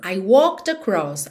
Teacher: Você não diz walked, esconde totalmente o E, já vai do K pro D